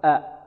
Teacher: الهمز تخرج من ماذا؟ من أقصى الحلق